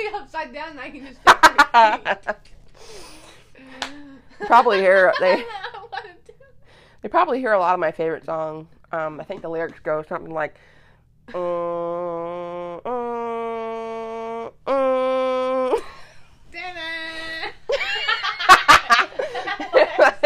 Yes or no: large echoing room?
no